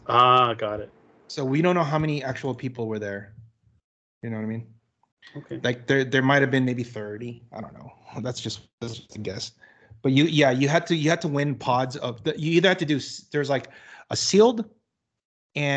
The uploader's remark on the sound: Then they unfortunately run into some technical difficulties and the episode ends.